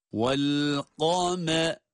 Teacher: Kaf kalın, mim ince. Sonra ra essesiyle.